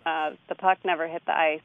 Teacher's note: He very, very clearly says duh. The puck instead of the. The puck. Very common pronunciation in Chicago and in a lot of parts of the country.